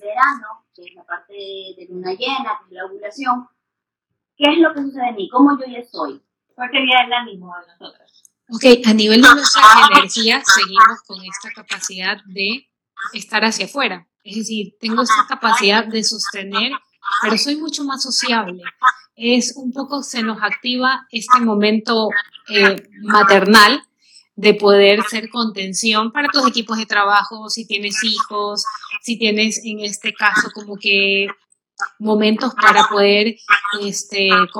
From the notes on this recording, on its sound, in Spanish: En vivo. Disculpen la calidad del audio.